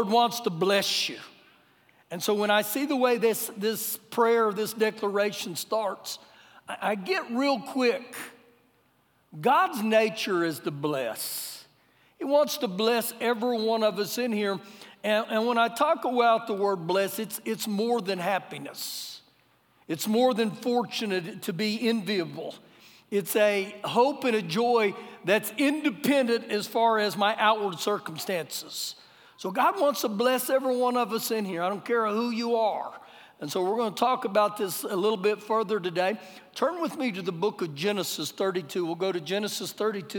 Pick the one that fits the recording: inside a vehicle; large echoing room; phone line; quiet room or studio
large echoing room